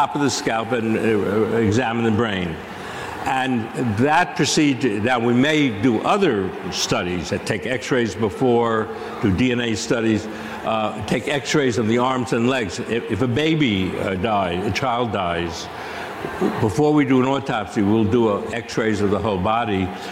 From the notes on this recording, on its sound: Live From CrimeCon 2023. CrimeCon partnered with Fox Nation to livestream select sessions over the weekend.